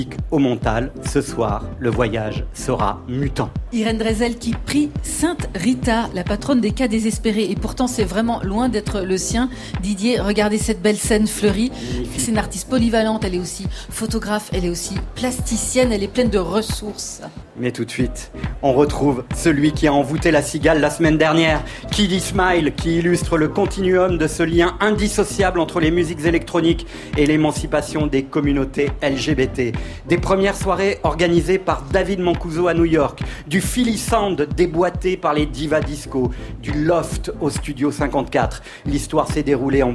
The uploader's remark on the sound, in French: 1 heure de live enregistrée tous les mercredis au Ground control dans le 12ème arrondissement à) paris